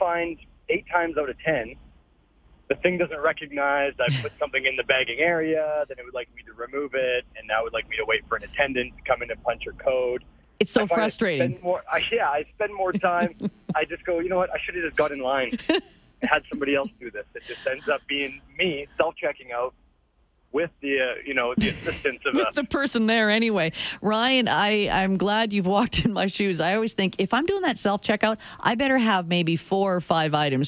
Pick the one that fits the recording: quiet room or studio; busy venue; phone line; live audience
phone line